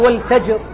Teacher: أتيت بالقلقلة لكن من غير شدة